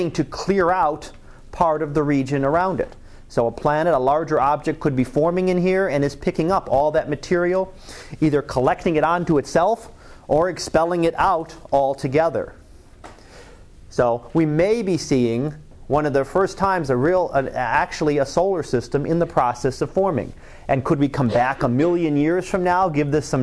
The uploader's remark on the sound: Live Class Lecture